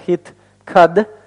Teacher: Закрытый безударный слог. Вот этот вот сильный дагеш закрывает нам слог «кад». Поэтому здесь может быть только краткий гласный, соответственно, гласный «патах».